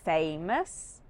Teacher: Both words have the stress on syllable one